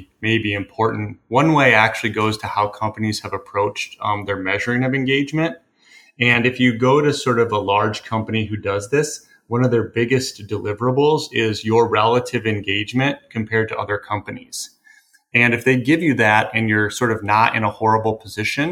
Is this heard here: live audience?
no